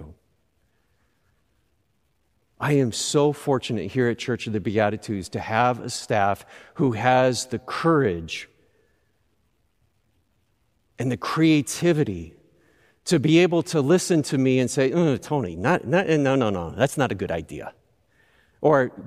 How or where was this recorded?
large echoing room